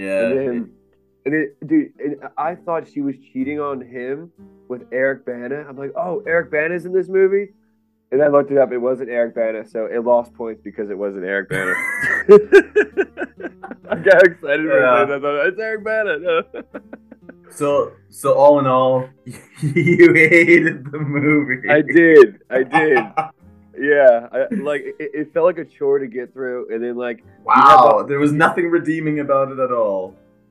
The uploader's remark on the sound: Sorry for the minor audio distortion. We suspect Ron left a few bugs since we gave him the ax.